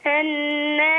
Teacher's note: رقق النون مع الغنة